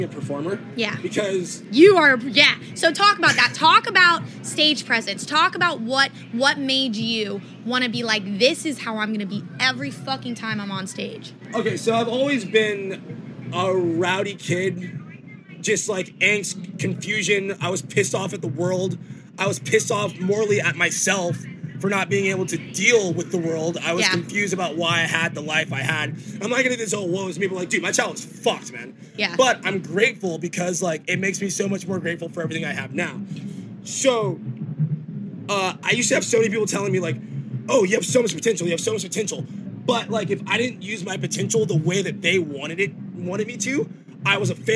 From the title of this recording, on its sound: Live from Forbidden Kingdom